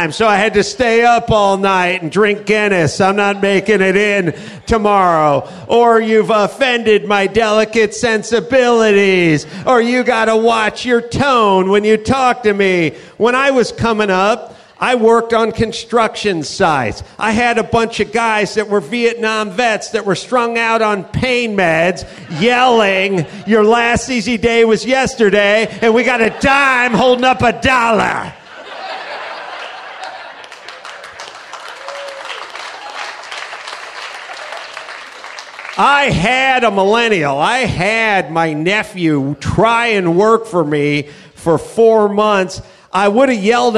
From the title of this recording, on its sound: Live from the Houston Improv